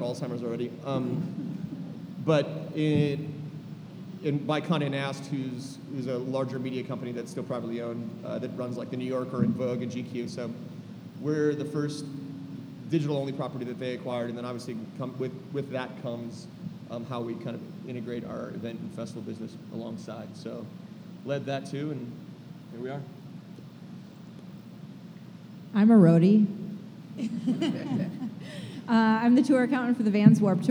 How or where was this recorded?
live audience